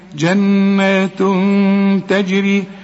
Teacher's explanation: تنوين وبعده تاء، والتاء من حروف الإخفاء، عايزين غنة هنا